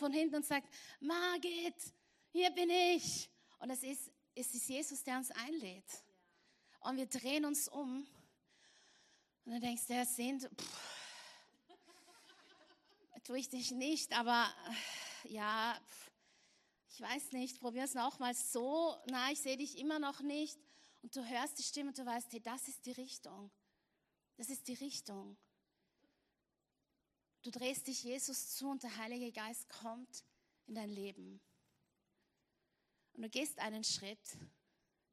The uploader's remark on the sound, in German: Gottesdienst live aus der LIFE Church Wien.